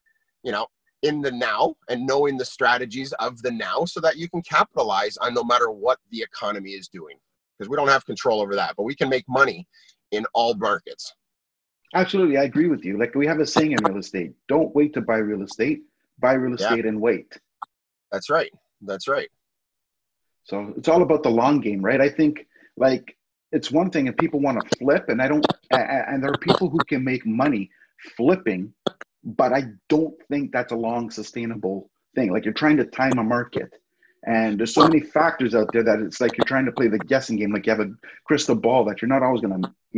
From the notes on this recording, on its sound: In this Zoom Recording